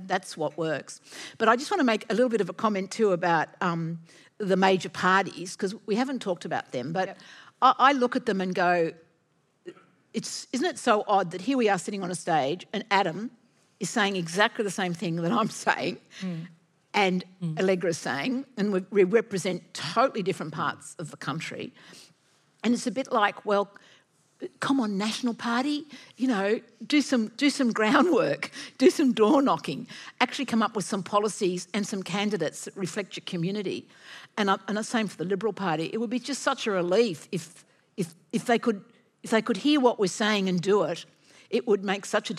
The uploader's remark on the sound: At Antidote 2022. This event was recorded live at the Sydney Opera House in September 2022.